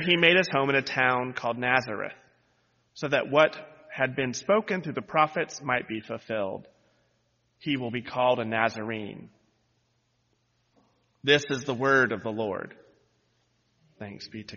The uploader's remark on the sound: lead worship on New Years Day, January 1, 2023, where he delivered this sermon